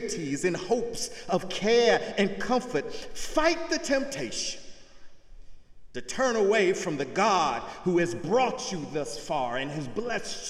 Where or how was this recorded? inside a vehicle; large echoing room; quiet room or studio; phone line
large echoing room